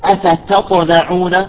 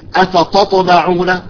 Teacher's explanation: شوف التاء كيف عم طالعة مرققة · Shown in: first take